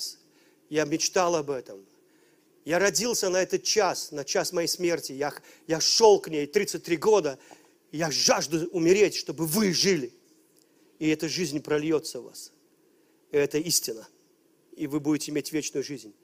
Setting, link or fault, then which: setting, large echoing room